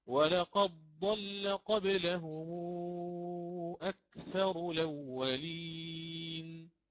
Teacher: وننتبه لللام لا نفخمها أو لا نغلظها تصحيحا